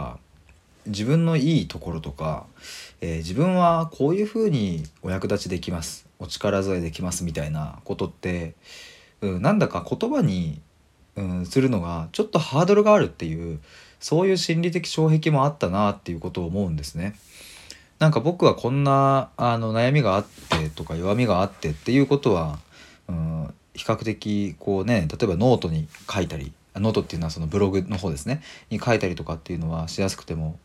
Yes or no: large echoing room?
no